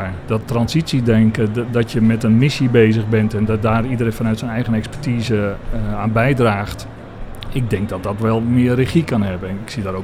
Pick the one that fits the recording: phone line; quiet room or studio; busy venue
busy venue